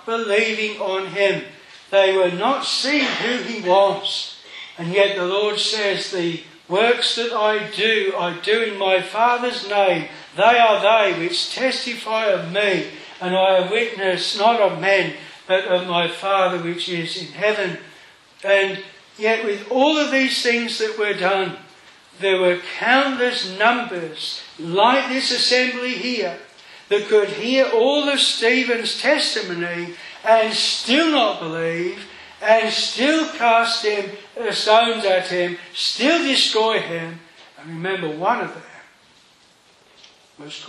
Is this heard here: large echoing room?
yes